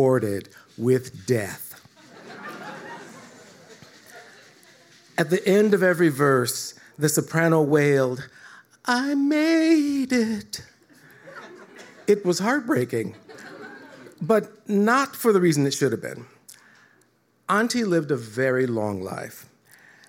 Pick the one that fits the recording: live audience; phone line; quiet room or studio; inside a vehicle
live audience